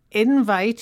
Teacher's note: invite here is a noun with the stress on the first syllable